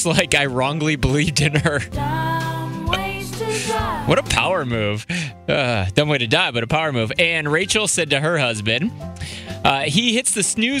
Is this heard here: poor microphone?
no